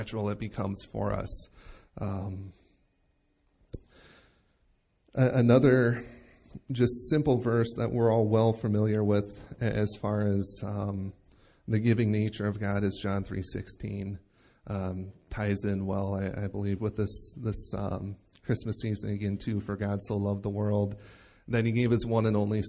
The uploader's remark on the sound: Recorded live at Bethany Bible Church